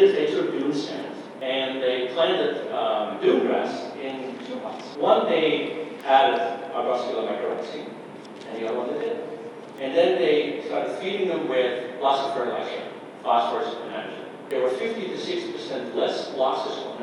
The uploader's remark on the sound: keynote address for the Organic Association of Kentucky conference in Louisville on March 7, 2020